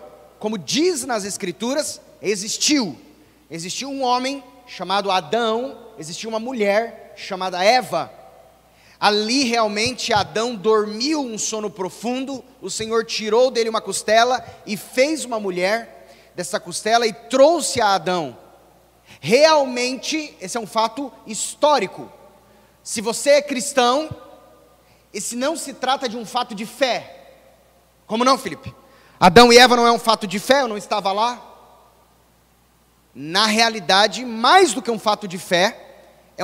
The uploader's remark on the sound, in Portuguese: gravado em 23-01-2022 na Igreja Evangélica Batista em Campo Grande-MS